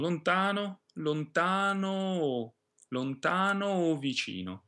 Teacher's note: When O or E is not stressed, it's actually neither open nor closed. In Italian, they talk about a third grade of these vowels, somewhere in the middle of open and closed. · Term: terzo grado